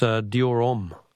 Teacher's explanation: Don't pronounce the H in Homme.